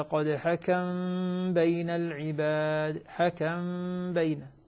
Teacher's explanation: لكن احنا على كل حال من حيث التطبيق نطبقها على هيئة الإخفاء مع الغنة، يعني نقول إن الله قد حكم بين العباد، حكم بين، فالميم بقيت موجودة واضحة، نسكنها ثم نخفيها، ثم نخفيها عند الباء